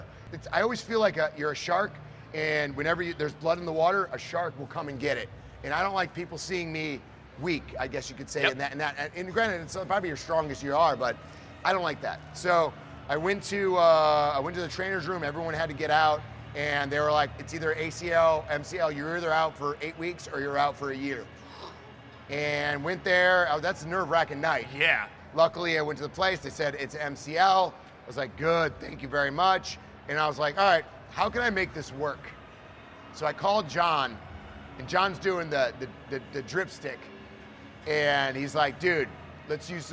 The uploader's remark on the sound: live at WWE Superstore Axxess in Dallas during WrestleMania week